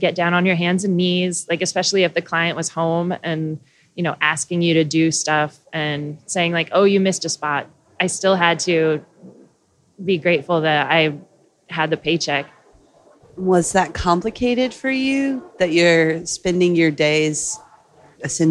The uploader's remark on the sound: recorded at BinderCon this past October